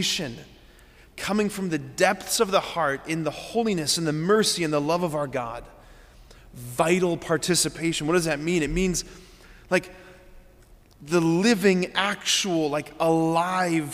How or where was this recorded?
large echoing room